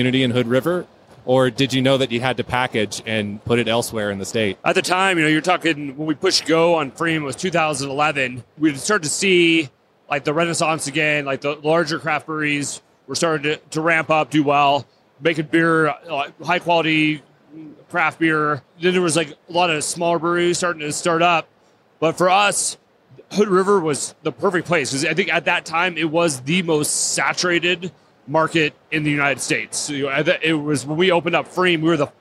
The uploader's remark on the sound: Recorded on location at The Great American Beer Festival 2017 - Denver, CO.